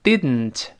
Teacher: 你看，读完 did，舌尖上去，舌尖不爆破，从鼻子出气儿 · Term: 鼻腔爆破